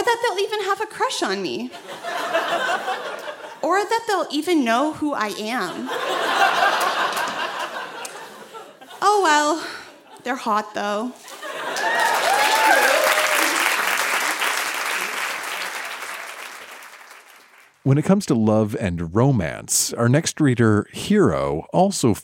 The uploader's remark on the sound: Recorded live at the Spice Factory in Hamilton, Ontario.